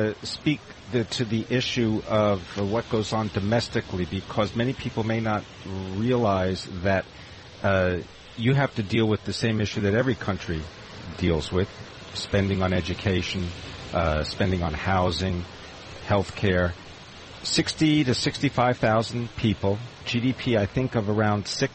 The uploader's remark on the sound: Broadcasting live from Elbow Beach Bermuda.